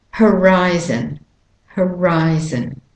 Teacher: both o's are de-stressed. They're schwa vowels.